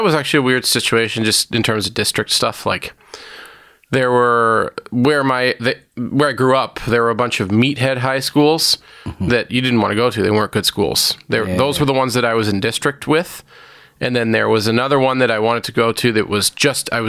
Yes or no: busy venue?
no